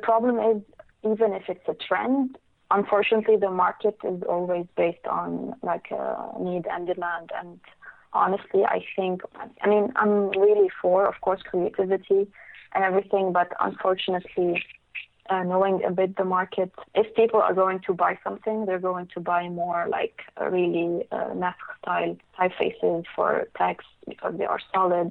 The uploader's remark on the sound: I was joined on the phone by one of the few type designers for Arabic alphabet.